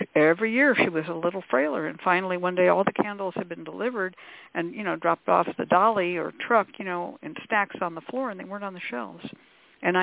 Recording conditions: phone line